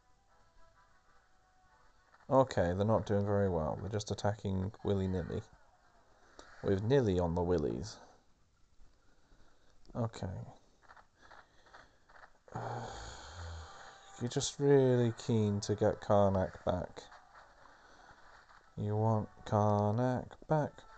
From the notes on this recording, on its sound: TRASH AUDIO. This attempt to work out how best to record my phone from my phone. There are some really basic mistakes made, it's frankly embarrassing.